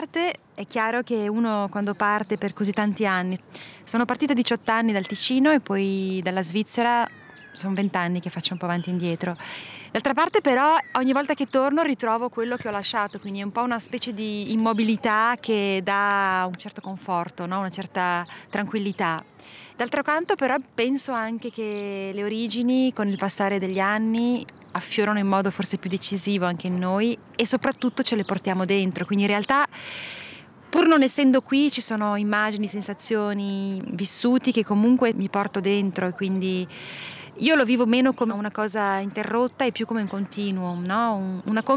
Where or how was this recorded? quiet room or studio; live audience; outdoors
outdoors